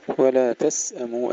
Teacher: سكون السين مع الهمس والصفير بدون قلقلة